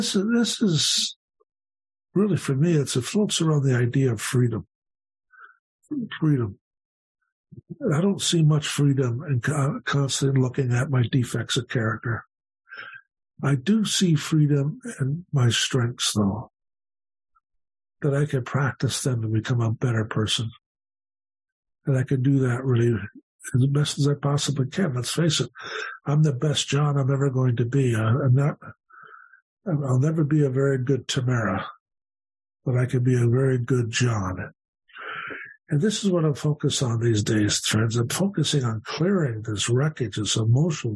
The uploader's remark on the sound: The Broken Elevator zoom meeting held at the end of February 2023